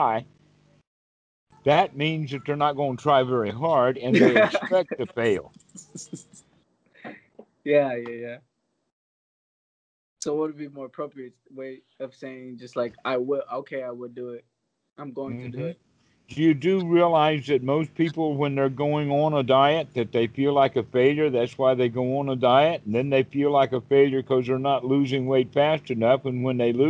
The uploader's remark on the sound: skype calls on this channel